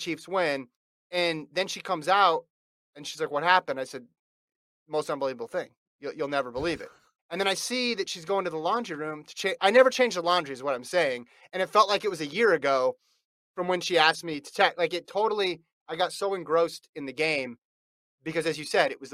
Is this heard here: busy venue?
no